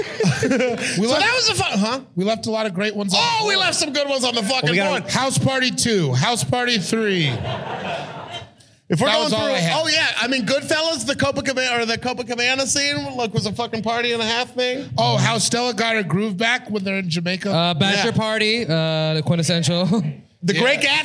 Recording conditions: live audience